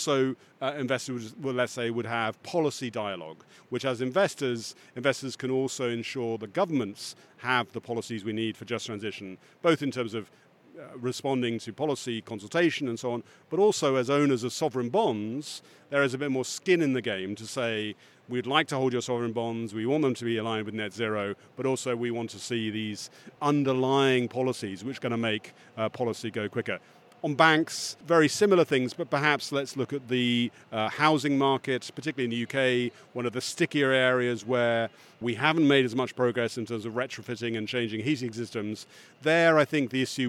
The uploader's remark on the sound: In the studio. On the conference floor.